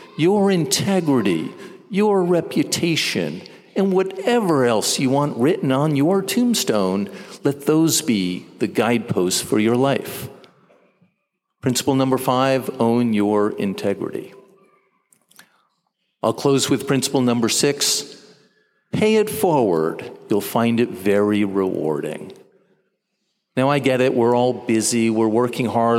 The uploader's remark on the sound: delivered the graduate commencement ceremony address